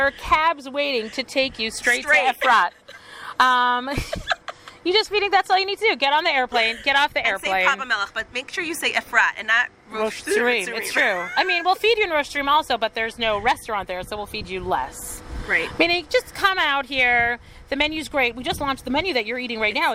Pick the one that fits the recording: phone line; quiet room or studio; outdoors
outdoors